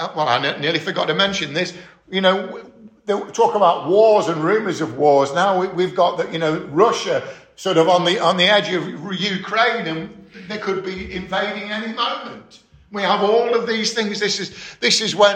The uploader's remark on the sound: 13 February 2022 - Estuary Elim Church Rayleigh Morning Service